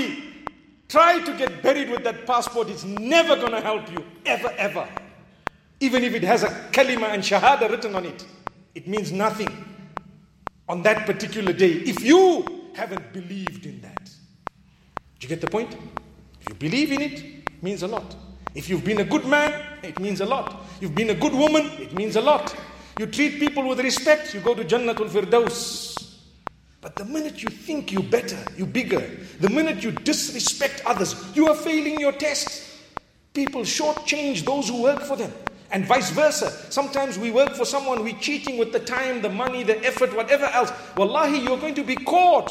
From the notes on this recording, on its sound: Jummah Lecture 6th September 2019 at The Houghton Masjid (West Street)